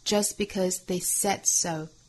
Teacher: Just 后面 t 略掉